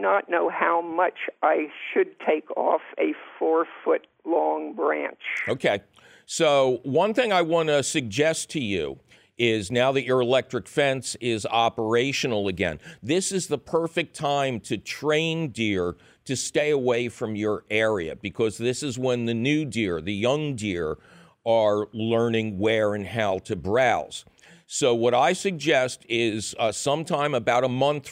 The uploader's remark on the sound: take a couple of your fabulous phone call questions